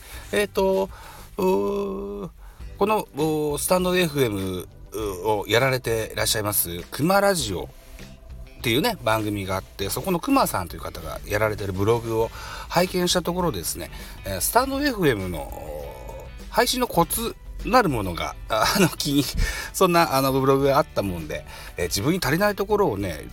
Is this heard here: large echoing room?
no